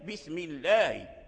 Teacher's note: بسم الله، يعني القاعدة هذه سهلة، بسم الله الألف ديال الله هذا همزة وصل، فإذا ابتدأ النبي نقول الله، لكن لدرجنا باسم مع الله ذهبت همزة الوصل، قلنا بسم الله مباشرة مع الميم نطقنا باللام